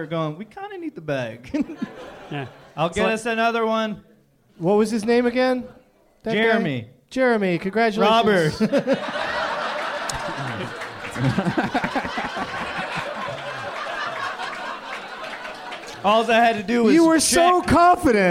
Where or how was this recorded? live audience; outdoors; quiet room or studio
live audience